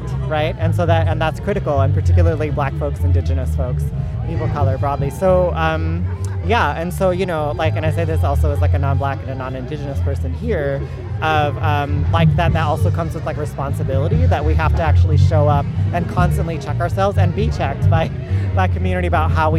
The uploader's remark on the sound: Oakland’s Eastside Arts Alliance held its 18th Annual Malcolm X Jazz Arts Festival in San Antonio Park… and KPFA’s First Voice Apprentices were there too! We brought back interviews, sights and, of course, sounds of our community in concert.